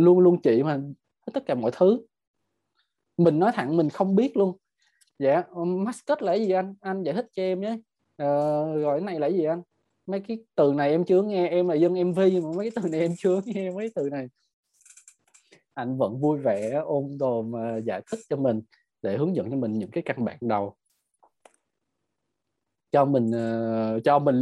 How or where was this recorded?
video call